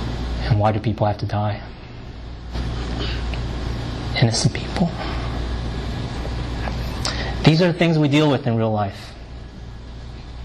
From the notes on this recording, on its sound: delivered at Great Commission Community Church in Arlington, Virginia